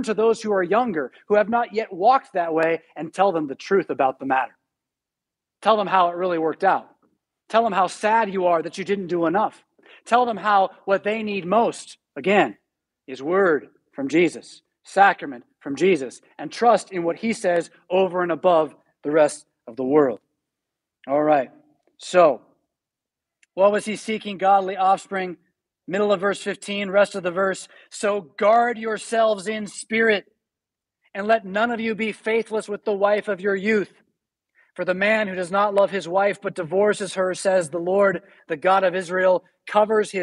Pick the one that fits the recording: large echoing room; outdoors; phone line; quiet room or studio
large echoing room